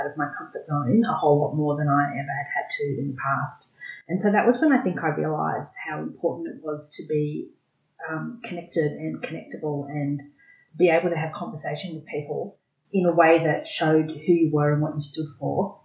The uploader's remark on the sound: For whatever reason, the audio quality in this episode is varied and lower than we generally achieve. We fixed it as much as possible afterwards.